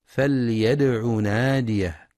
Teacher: ينتبه القارئ لإظهار اللام، لام الأمر، في فليدع ولقلقلة الدال الساكنة مع الحذر من مد ضم العين، فلا يقرأ فليدع لأن الفعل مجزوم بحذف حرف العلة.